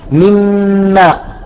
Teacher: أي أن الغنة غنة الميم وليست غنة النون · Term: إدغام كامل